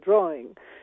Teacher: So they're adding an R where it isn't